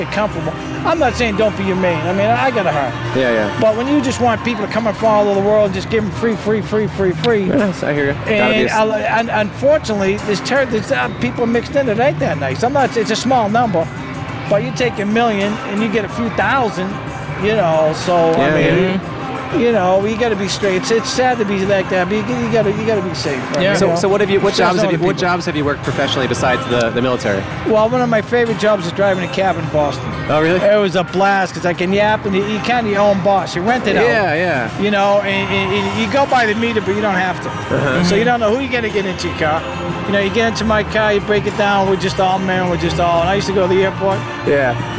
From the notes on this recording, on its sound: Recorded at the Fremont Street Experience in Downtown Las Vegas, Nevada.